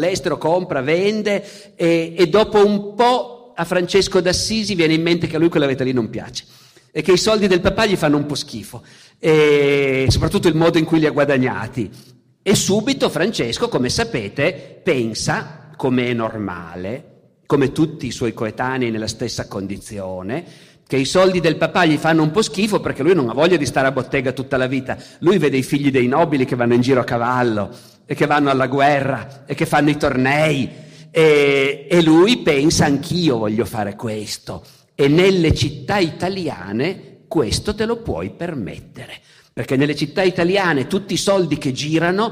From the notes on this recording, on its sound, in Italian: Festival della Bellezza, 2021. Al Festival della Bellezza, edizione 2021, al Vittoriale.